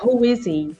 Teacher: o H desaparece, então vira is he